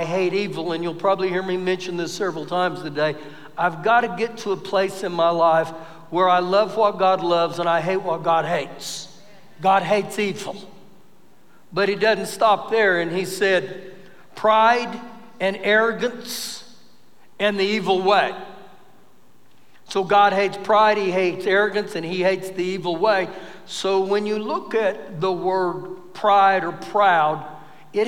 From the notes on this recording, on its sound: Recorded live during our Sunday morning service